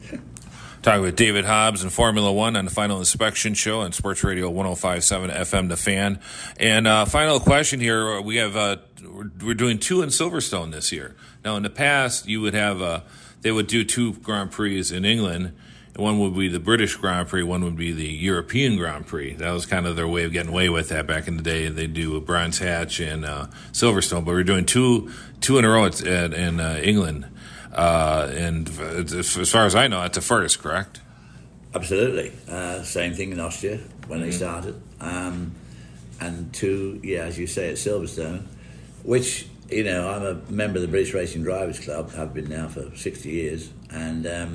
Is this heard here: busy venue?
yes